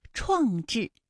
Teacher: 创制这两个字都是翘舌音，声母分别是吃和知